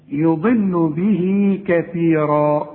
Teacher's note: يضل الضاد دائما مفخمة، احنا خدناها قبل كده، لكن دي في آخر درجات التفخيم اللي هي الحرف المكسور.